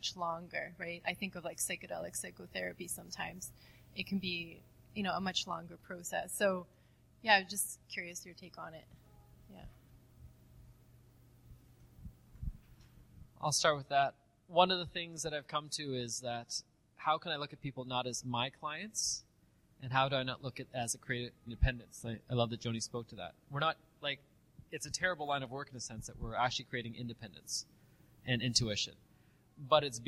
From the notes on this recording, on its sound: This is a special pre-recorded episode from one of our live Expansion Seminars in Vancouver.